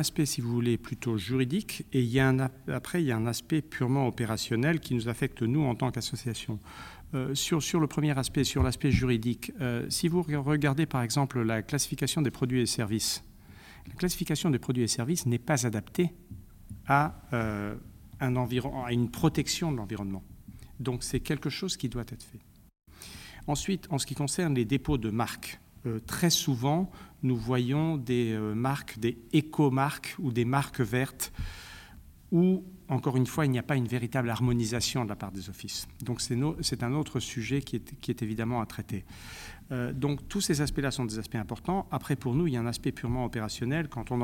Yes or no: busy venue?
yes